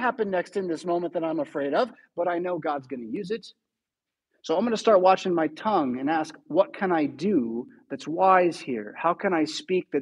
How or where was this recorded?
large echoing room